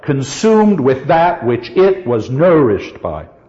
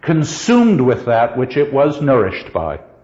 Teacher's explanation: What has to get an accent? Sumed and nur. We're down to two strong beats. · Shown in: second take